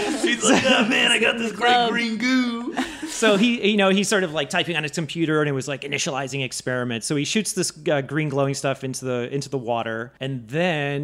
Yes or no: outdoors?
no